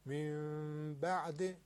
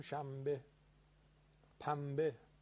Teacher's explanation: نون به ب برسه تبدیل به میم میشه